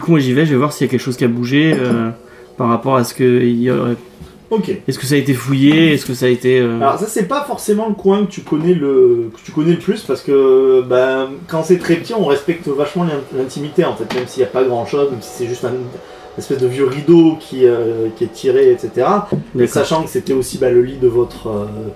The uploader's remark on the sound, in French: L’enregistrement de la partie a été vraiment amateur. Du coup le son est pas optimal, il y’a quelques bruits parasites et le son n'est pas égale d’une personne à l’autre.